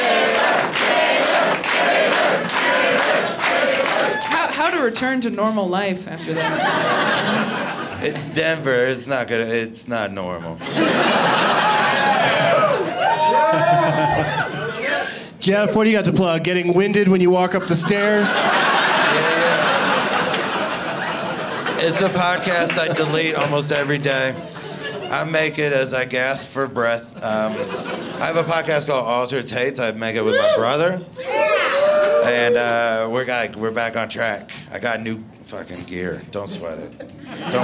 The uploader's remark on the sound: Live from Comedy Works in Denver.